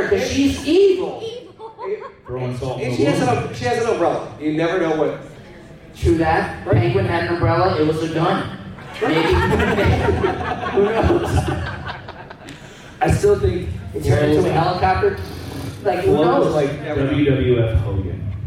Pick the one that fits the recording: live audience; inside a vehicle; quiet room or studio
live audience